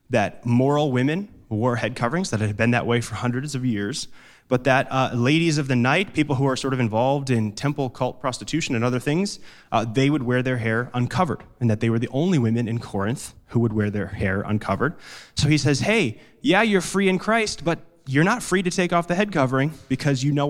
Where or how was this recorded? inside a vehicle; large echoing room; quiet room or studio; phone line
large echoing room